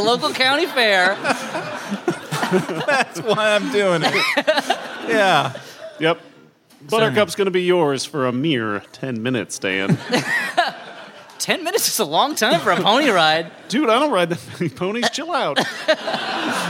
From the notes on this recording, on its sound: We reach way back into the Flop House vault to bring you a live show from the winter.